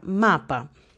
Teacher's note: la sílaba tónica es ma, pero la última sílaba es terminada en vocal, entonces no lleva acento.